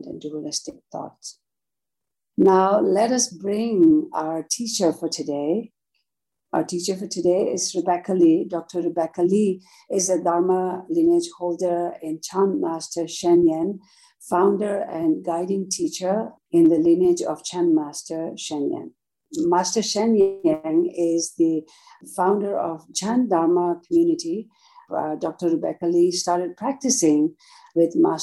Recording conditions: video call